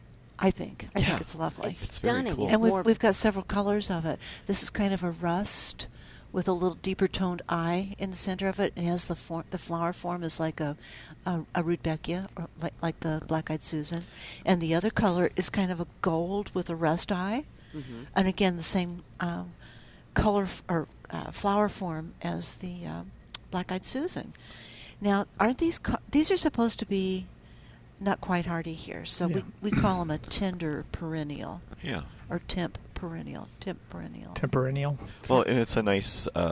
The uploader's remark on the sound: Plant Experts Live at Prairie Gardens.